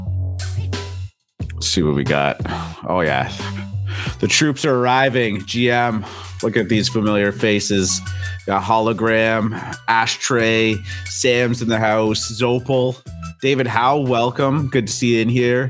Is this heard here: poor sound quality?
no